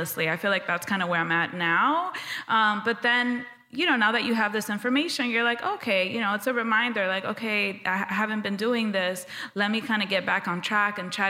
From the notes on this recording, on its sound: Recorded LIVE. We recorded this LIVE as part of their EPIC 2023 Wellness Summit.